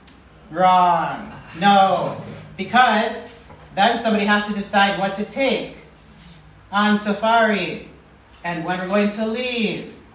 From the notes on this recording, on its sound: preached this message at the IBMK Missionary Kids Camp in Kenya